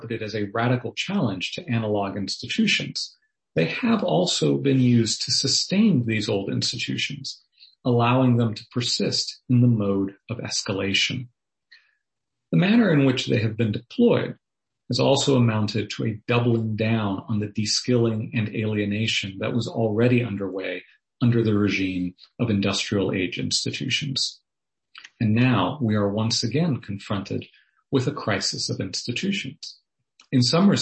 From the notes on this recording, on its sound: Was delivered as a Zoom webinar on Wednesday, March 3rd.